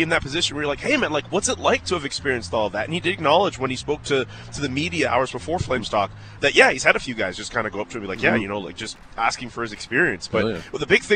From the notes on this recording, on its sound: The Big Show is Live from Stampede. Today the guys are set up live from the Stampede parade route!